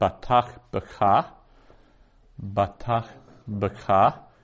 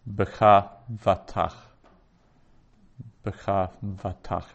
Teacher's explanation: But if we change the order of that, which we can easily do in Hebrew, with having it the same meaning, where we put the becha first, then we have the batach becomes vatach, because becha ends with a vowel · Shown in: second take